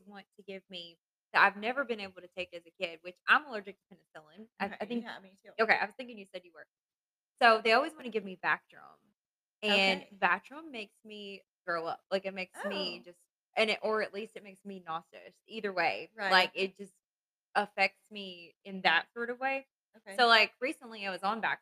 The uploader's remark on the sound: We were working with new Mic equipment. Bear with us as this episode might not “sound” exactly as we planned.